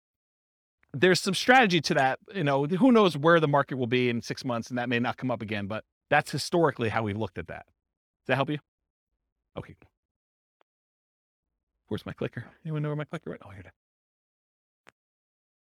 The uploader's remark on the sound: This was a live class recorded